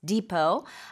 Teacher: Depot is spelled D-E-P-O-T. We don't pronounce the T at the end, so it's pronounced depot.